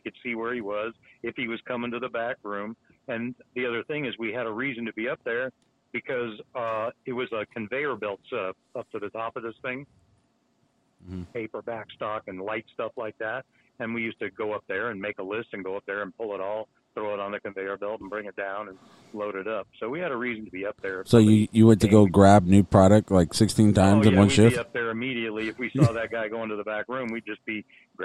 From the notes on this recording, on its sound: we finally get that charger fan on the phone